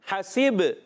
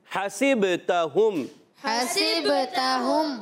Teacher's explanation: با میں کلکلہ ہوگا. کلکلہ کی معنی آواز کا لوٹ کرانا، جنبش حرکت ہونا، تو آواز لوٹ کر آتی ہے.